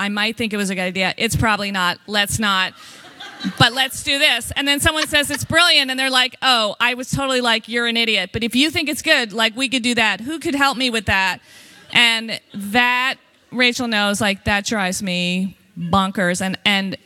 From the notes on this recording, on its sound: The conversation was recorded on February 13, 2018 in front of a live audience at New York's 92nd Street Y.